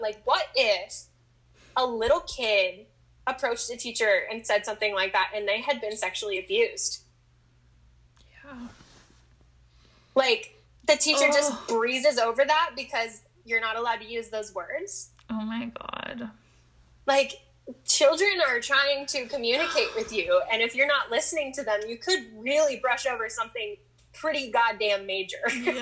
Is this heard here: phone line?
no